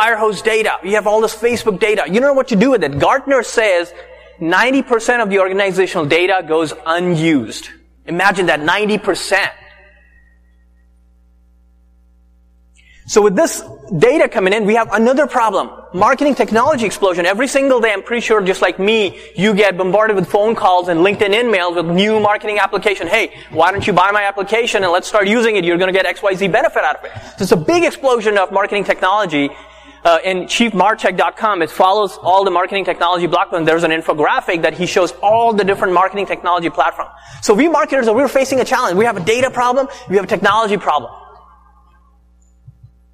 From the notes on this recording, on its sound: Last year, we did a keynote presentation at Digimarcon West conference. In this show, we would like to share the audio recording of the session.